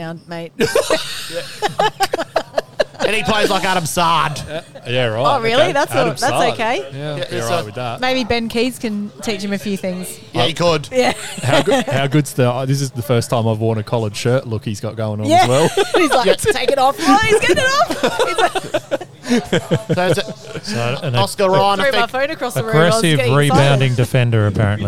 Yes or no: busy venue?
yes